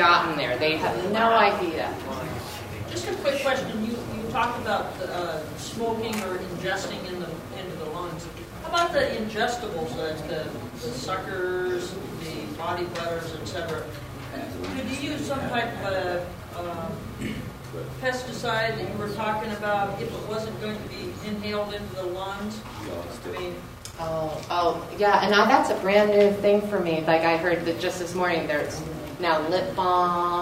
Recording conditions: live audience